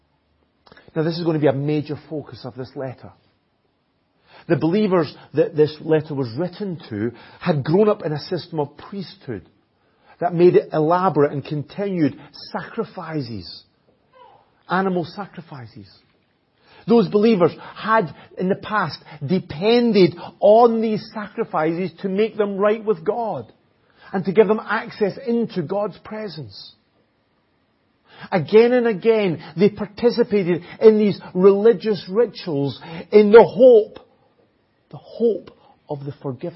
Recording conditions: large echoing room